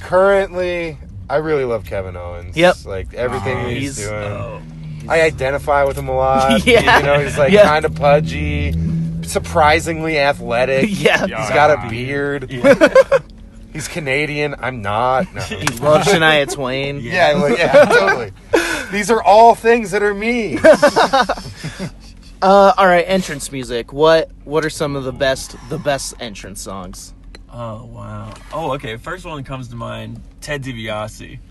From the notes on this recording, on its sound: Sit down in the van. Before their show here in Boise.